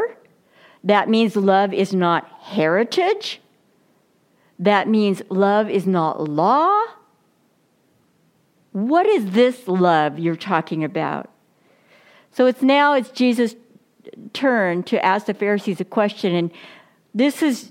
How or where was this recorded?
large echoing room